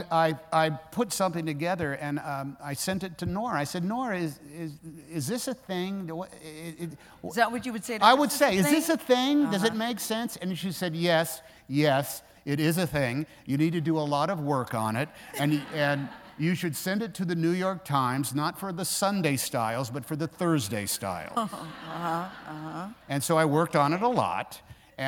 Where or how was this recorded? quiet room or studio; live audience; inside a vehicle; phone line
live audience